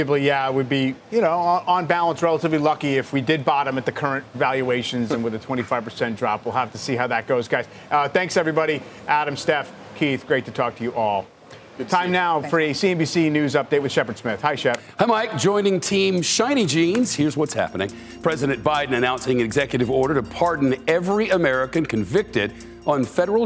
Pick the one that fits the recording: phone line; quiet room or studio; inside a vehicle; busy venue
busy venue